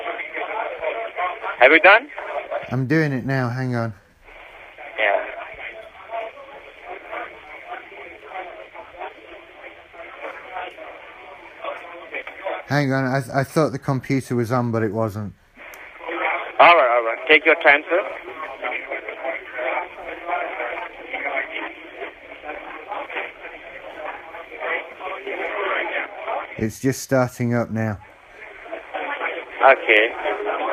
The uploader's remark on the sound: Scam Call Not From BT. Sometimes I'm lucky enough to get a phone call from a scammer.